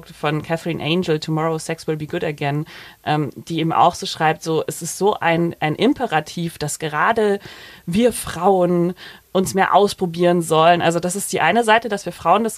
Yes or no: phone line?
no